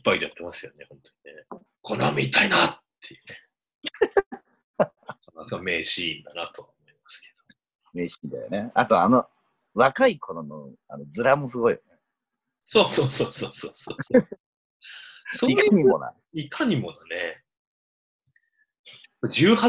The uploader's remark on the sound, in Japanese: Zoomでの遠隔収録ですので、音声途切れがちです。